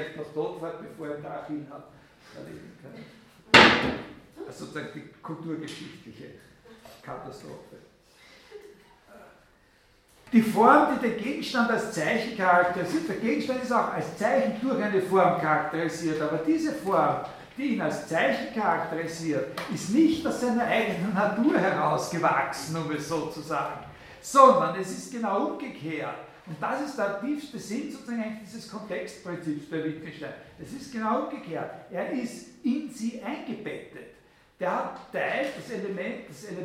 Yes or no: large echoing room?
yes